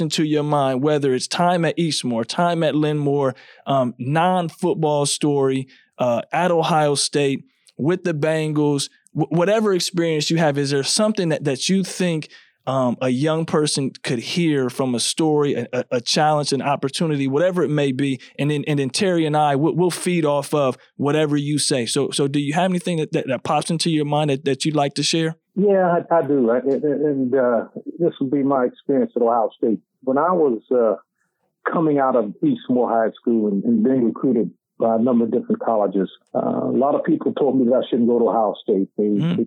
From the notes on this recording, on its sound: The very first episode we recorded for City League Sports was a phone call. Due to technical difficulties, we did not intend to release the show.